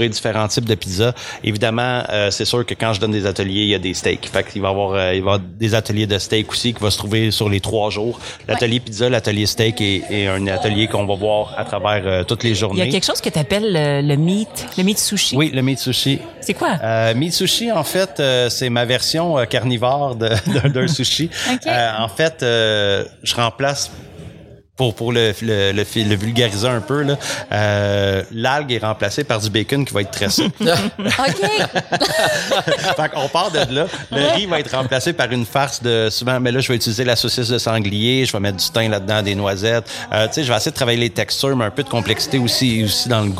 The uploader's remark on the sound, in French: en direct de la scène Goutez Lanaudière des Fêtes gourmandes